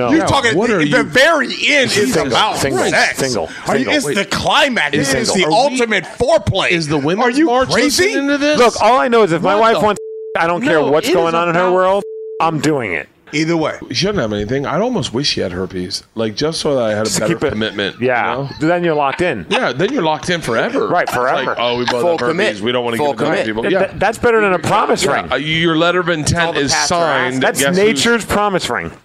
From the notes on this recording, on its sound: Start recording a podcast at 2am in the backstage area of the Parlor Live (with a giant bottle of vodka).